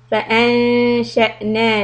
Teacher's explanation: نون إخفاء and then the همزة a little hiccup.